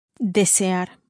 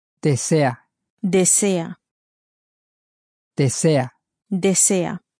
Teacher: It sounds the same, except there's no R at the end. · Shown in: second take